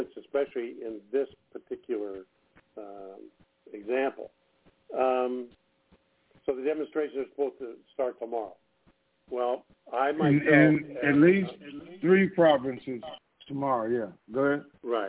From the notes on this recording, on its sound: TNTSuperfantastic Conference Call